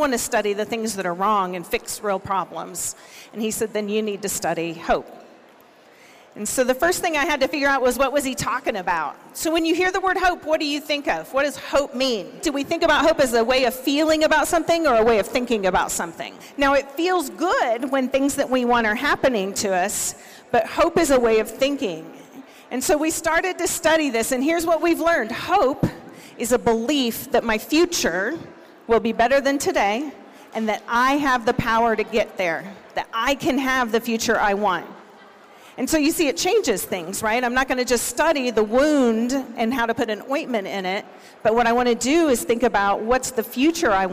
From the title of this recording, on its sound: Recordings from the 2022 Siksika Health Fair